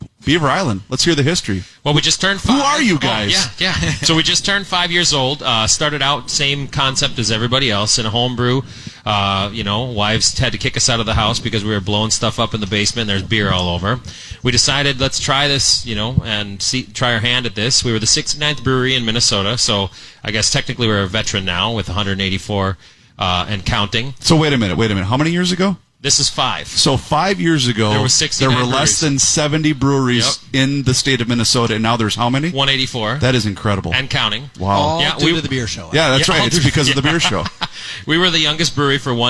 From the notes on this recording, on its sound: The Beer Show took the show on the road to broadcast live from Thirty Bales in Hopkins!